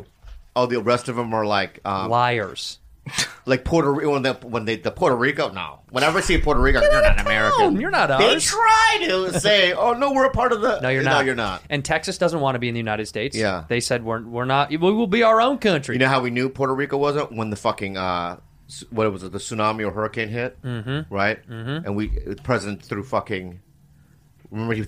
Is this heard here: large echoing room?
no